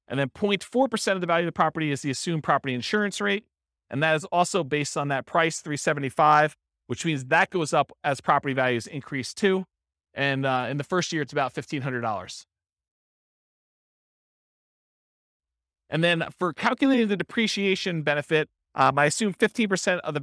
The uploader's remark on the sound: This was a live class recorded